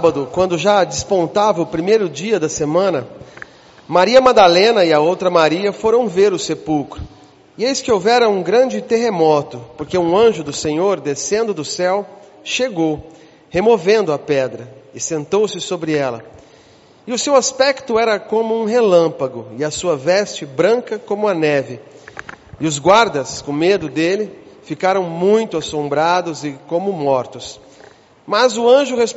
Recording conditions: large echoing room